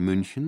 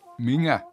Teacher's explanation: Der Bayer mag kein Ü, heißt es, weshalb er auch nicht München, sondern Minger sagt. · Shown in: second take